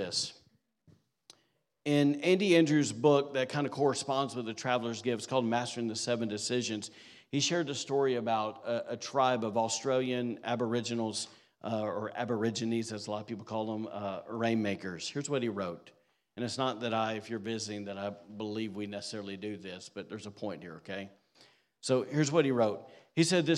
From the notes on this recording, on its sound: recorded on Sunday, December 3rd, 2023, during service at The Anchor Church in Rockport, Maine